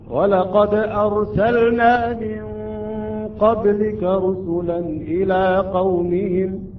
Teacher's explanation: يجب أن نلفظ، يجب أن نظهر هذه اللام ولا نضغمها